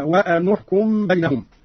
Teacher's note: قرأ قالون بضم النون أولى الساكنين هكذا